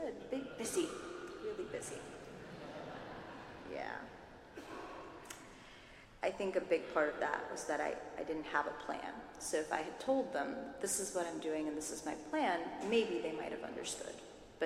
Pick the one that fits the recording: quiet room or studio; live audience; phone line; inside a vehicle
live audience